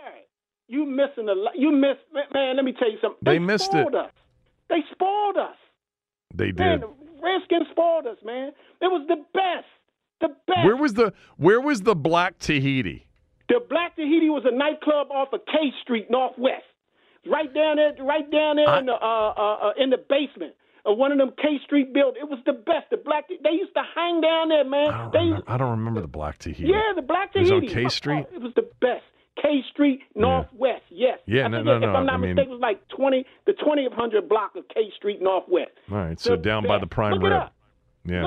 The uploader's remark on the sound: takes calls from listeners